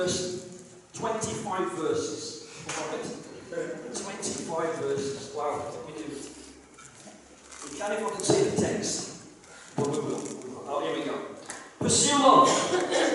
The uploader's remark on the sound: KCC's morning service. Please note that this is a live recording and at times the audio may not be the best due to external circumstances.